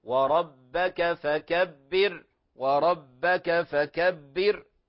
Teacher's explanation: فهذه الأمثلة الثلاثة تبين حالة الراء ساكنة في حال الوصل وحال الوقف كذلك، فهي مرققة · Term: الراء المرققة